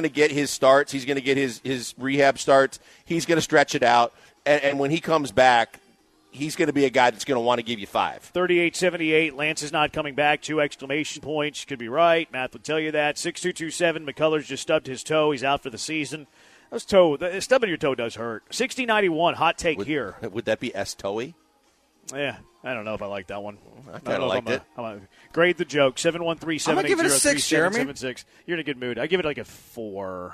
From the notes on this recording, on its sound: live from The Decoy